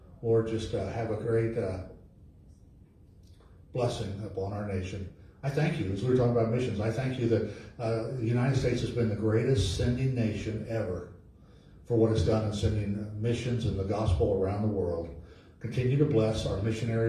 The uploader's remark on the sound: LIVE from Calvary